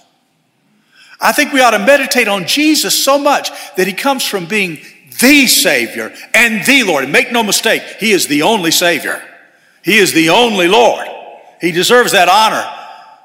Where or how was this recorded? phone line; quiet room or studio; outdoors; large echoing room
large echoing room